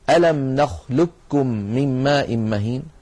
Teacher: قاف ساكنة بعدها كاف متحركة. نحن نعلم بأن القاف من أقصى اللسان مع ما يحاذيها من الحنك، والكاف أسفل منها بقليل، القاف مفخمة والكاف مرققة